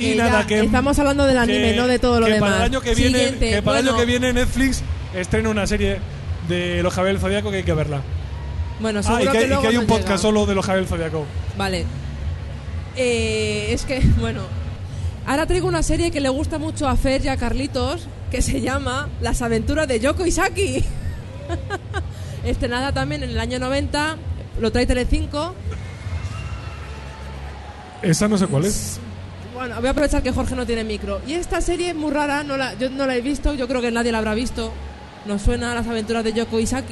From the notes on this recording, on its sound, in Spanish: Directo #japanweekend. Hoy os traemos el episodio que grabamos en la pasada JapanWeekend de Madrid.